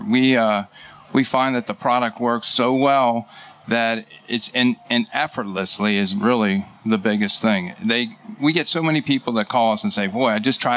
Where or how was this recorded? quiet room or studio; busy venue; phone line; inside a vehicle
busy venue